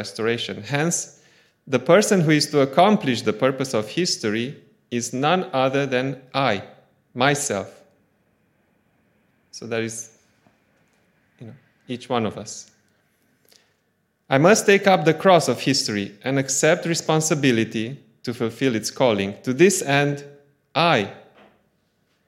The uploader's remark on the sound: Audio from a sermon in Hatch End